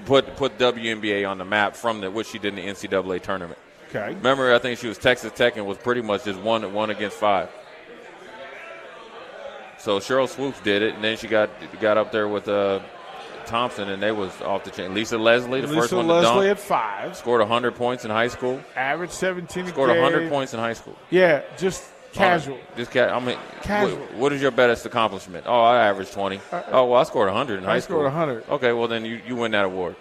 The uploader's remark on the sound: LIVE from Mary Ellen's